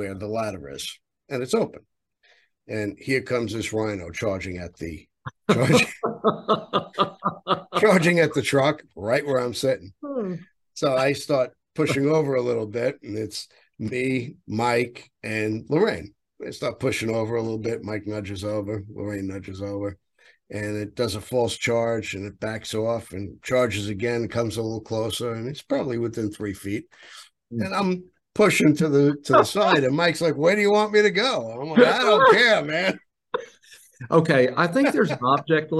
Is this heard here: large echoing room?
no